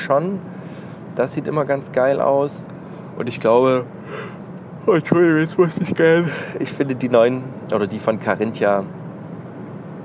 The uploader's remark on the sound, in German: Prepared! on the Road - Q&A im Auto.